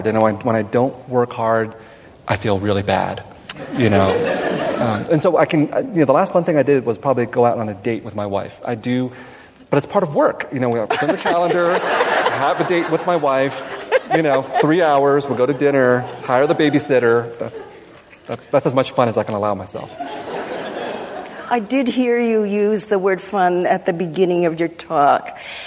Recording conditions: live audience